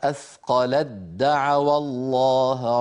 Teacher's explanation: أثقلت آخرها تاء، دعوى أولها دال، فعند الوصل نحول التاء إلى دال ويصير النطق بدال مشددة